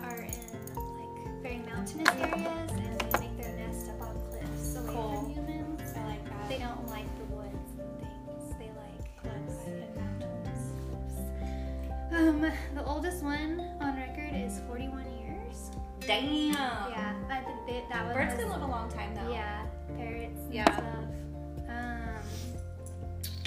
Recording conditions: sounds in the background